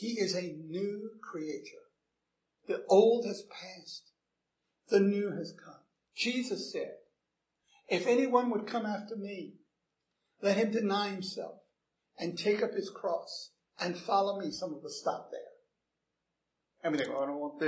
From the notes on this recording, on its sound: Recorded 7/24/2011 at Christ Church Anglican